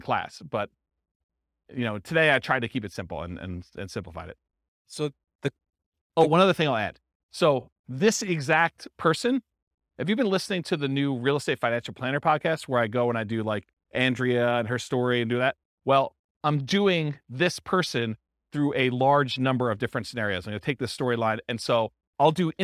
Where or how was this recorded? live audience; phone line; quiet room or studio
live audience